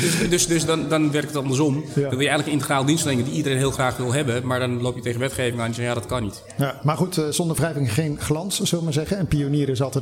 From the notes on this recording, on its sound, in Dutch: Een van de events op de Floriade Expo-terrein. Een live-radioprogramma vanuit de Green Innovation Hub in The Natural Pavilion.